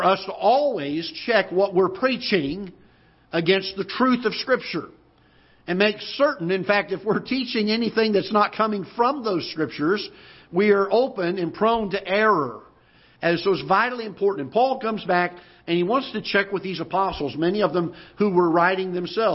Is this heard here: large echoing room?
yes